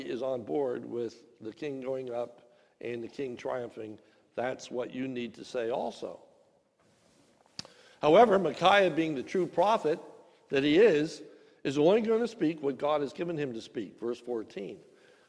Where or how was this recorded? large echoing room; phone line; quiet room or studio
large echoing room